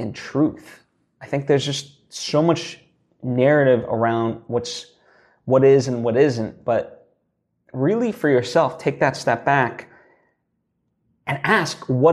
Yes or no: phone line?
no